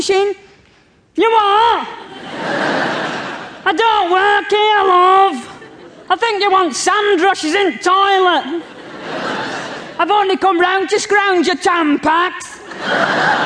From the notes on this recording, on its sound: Recorded during her late 90s UK tour